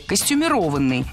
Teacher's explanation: Долгое время оно считалось неправильным, а литературной нормой был вариант с ударением на четвертом слоге «костюмированный». Но так никто не говорил, и филологи прислушались к гласу народа, норму изменили, и теперь правильное произношение «костюмированный».